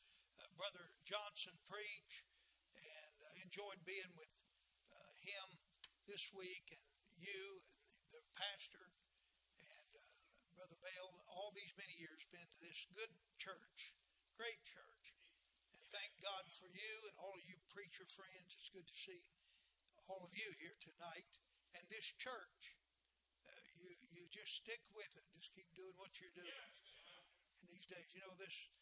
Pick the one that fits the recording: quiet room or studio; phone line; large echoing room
large echoing room